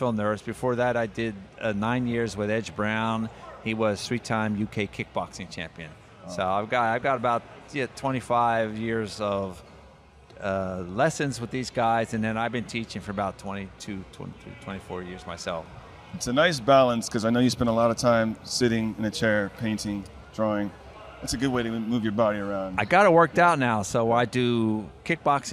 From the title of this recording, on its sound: live” at Fan Expo New Orleans